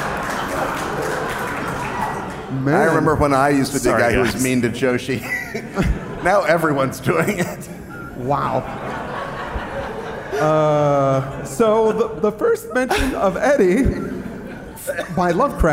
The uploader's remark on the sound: Live in Providence!